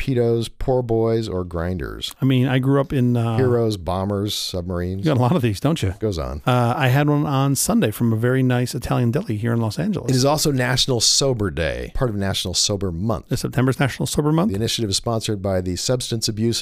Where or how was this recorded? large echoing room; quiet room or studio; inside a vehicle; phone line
quiet room or studio